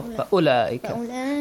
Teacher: you do not prolong the sound. You just say oh, not oo.